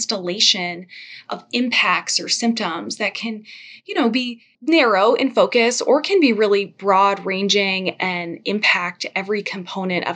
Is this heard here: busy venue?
no